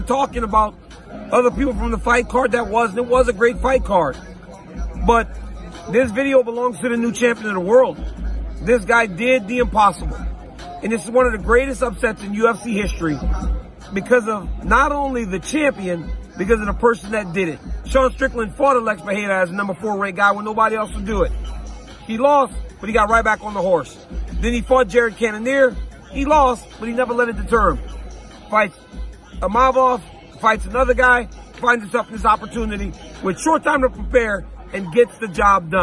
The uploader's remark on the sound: LIVE from the octagon in Sydney, Australia